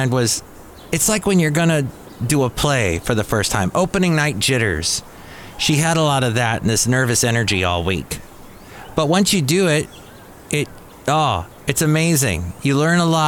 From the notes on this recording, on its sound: podcasts live from Café Anyway